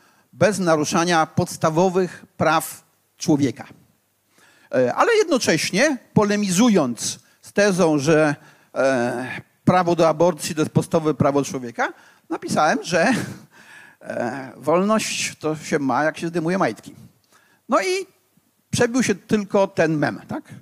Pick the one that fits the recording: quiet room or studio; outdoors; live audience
live audience